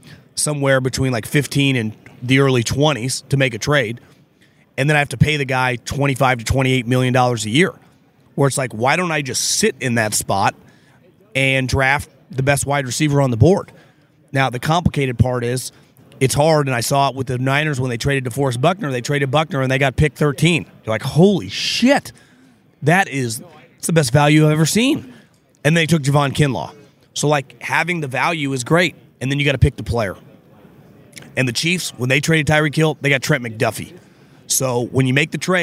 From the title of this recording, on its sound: Live from the NFL Combine